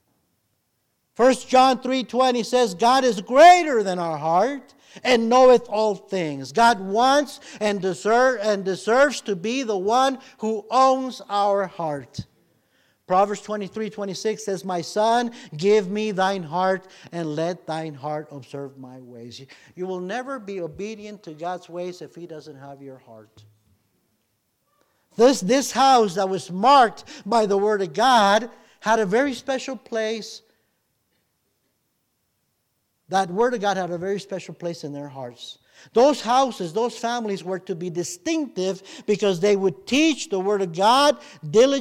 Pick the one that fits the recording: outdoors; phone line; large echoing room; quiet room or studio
large echoing room